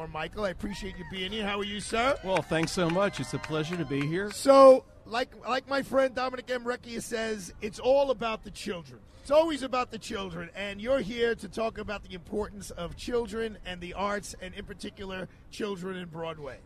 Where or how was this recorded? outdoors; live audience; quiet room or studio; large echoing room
outdoors